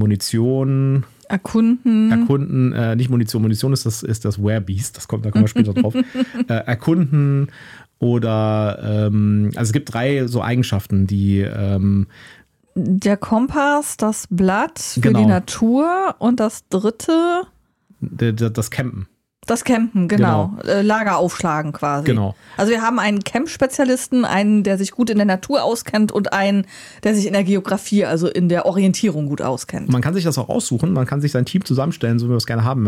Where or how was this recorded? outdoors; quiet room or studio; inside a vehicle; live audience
quiet room or studio